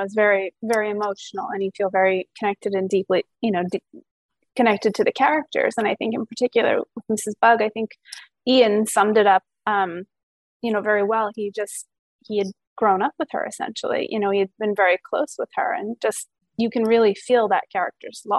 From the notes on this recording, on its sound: over Zoom for an exclusive interview